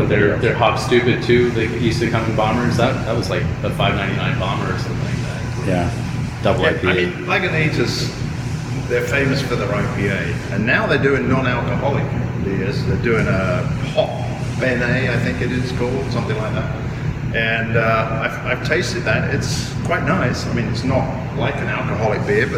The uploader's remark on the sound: Luckily, as we recorded throughout March, restrictions were being lifted, people were getting vaxxed, and we were able to keep our mask wearing to a minimum. These pubcasts are a collection of videos (or audio if you prefer to listen that way) which we recorded at the breweries listed below.